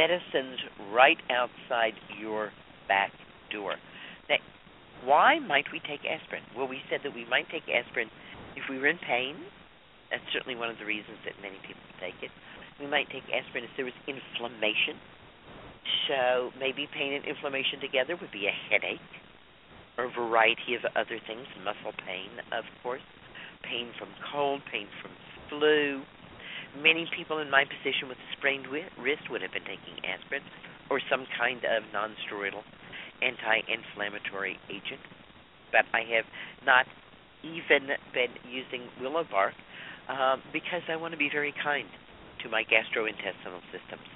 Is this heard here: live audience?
no